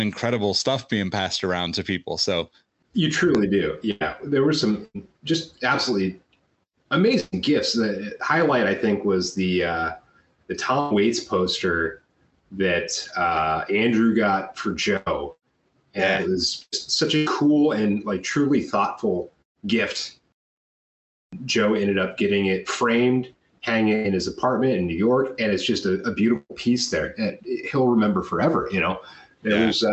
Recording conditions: video call